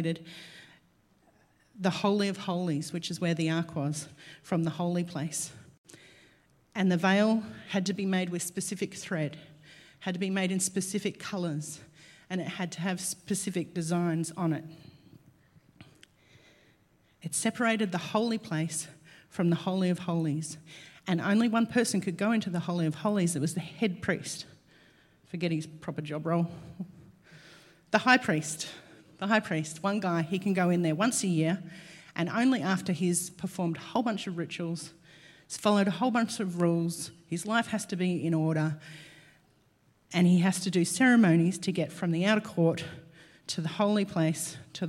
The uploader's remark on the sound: LIVE at Echo Church